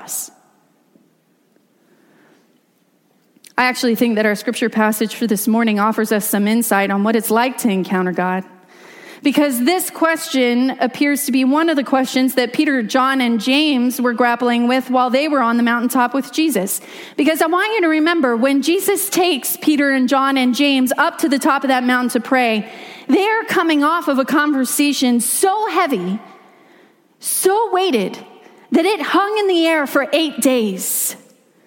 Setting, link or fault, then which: setting, large echoing room